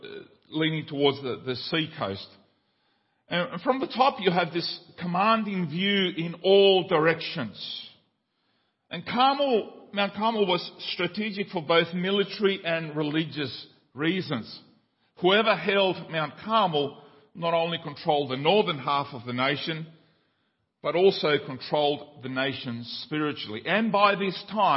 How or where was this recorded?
large echoing room